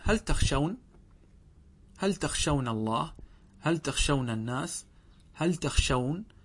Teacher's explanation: لم نضم الواو بل أبقينا الواو إيش؟ ساكنة والشين مفتوحة